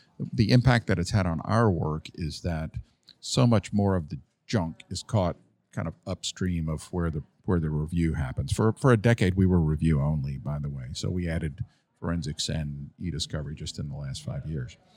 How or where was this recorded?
busy venue